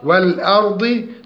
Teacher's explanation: ترقيق الهمزة وتفخيم الراء الساكنة